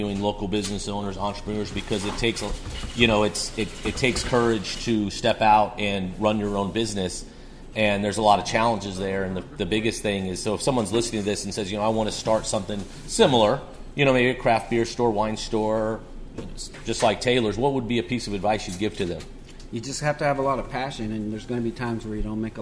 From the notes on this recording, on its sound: Is live on location at Taylor's Wine Shop in N. Raleigh.